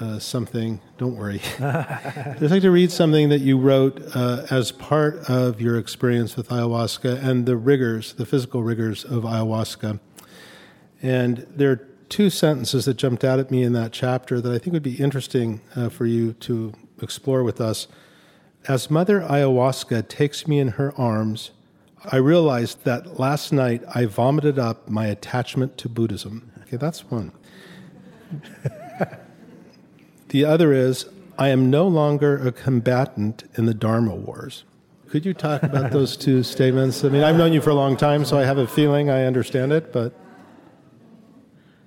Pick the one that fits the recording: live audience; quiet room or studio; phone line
live audience